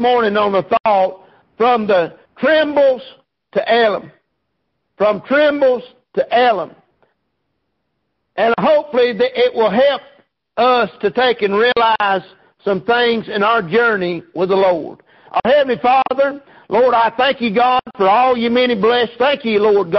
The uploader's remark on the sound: Preached at Prayer Baptist Church